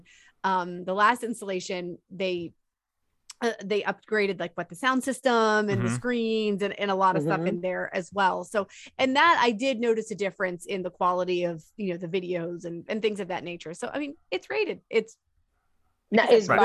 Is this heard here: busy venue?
no